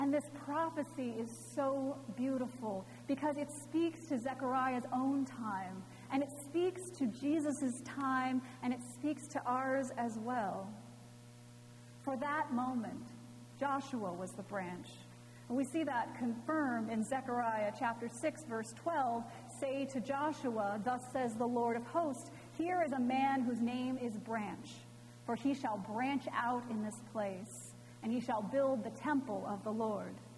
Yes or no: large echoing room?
yes